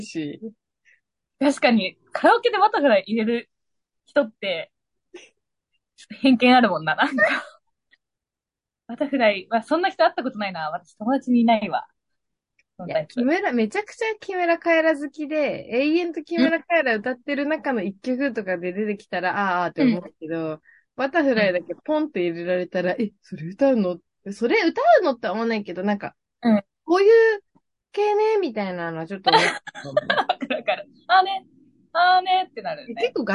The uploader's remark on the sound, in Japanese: 東京と富山でzoomにて収録